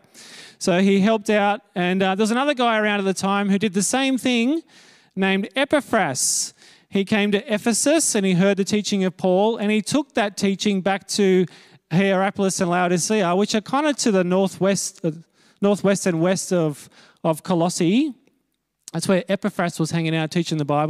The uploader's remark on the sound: Note that this is a recording of the talk given at Harrington Park that morning.